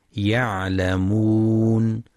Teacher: ينتبه القارئ لبينية العين وتحقيق مخرجها من وسط الحلق